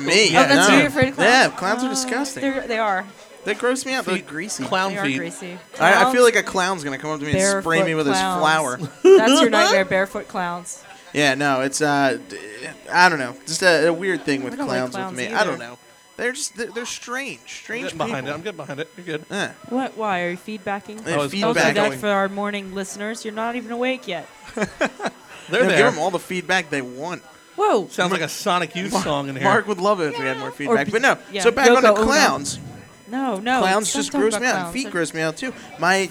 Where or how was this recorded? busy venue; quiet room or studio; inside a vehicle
busy venue